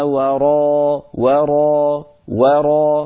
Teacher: فنرقق الواو ونفخم الراء